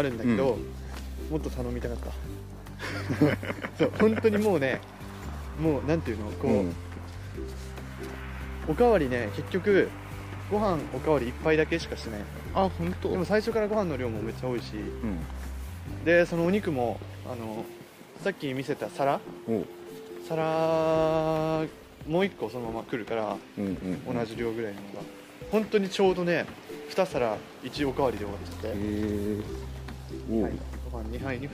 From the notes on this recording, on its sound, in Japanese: YouTubeと同時配信！カメラテスト兼ジンバルテスト兼ラジオ収録。今回実はカメラで収録をしました。